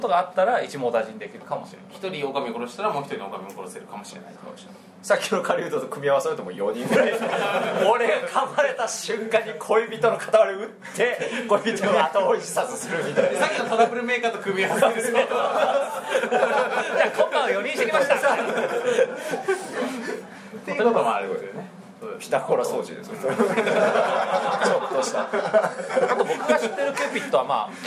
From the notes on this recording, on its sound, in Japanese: 第34回は初の公開収録！トークイベント「ボっぱいサミット2011」にて行われた収録のため、MC4名、お客様多数という大変騒々しい……もといライブ感あふれる内容でお送りします！